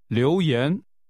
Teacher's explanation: This is pronounced with two rising tones.